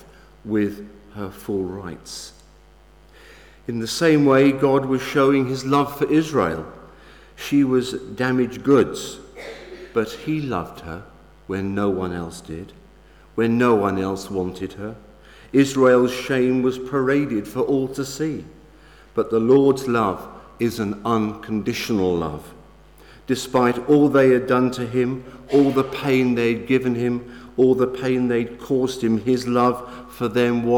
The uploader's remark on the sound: Sermon from St David's Moreton-in-Marsh evening Service